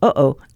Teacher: Unlike most sounds, it's not made with tongue, lips, or teeth. Rather, your vocal folds create the pause in a phrase like, uh-oh. · Term: glottal stop